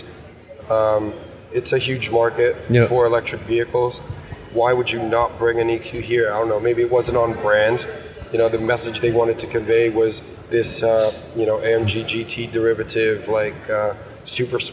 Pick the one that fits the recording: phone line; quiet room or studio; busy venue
busy venue